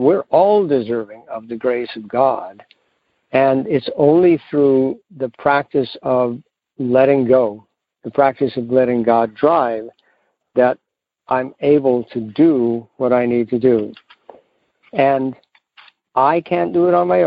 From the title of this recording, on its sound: Monday Noon Phone Speakers Series